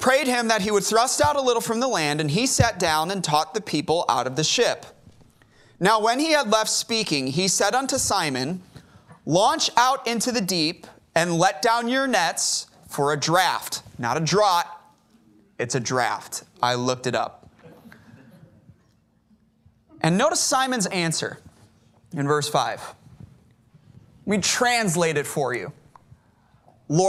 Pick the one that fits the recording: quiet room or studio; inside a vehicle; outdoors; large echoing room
large echoing room